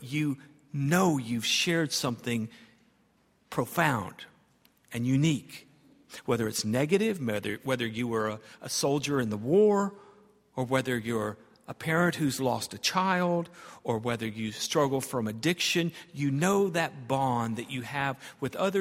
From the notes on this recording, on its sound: at Highland Baptist Church